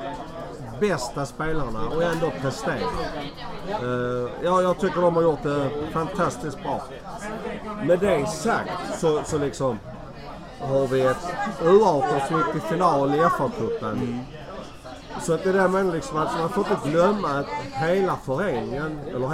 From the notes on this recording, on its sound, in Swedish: I andra delen så hade vi en open mic på Arsenal Malmös vårfest.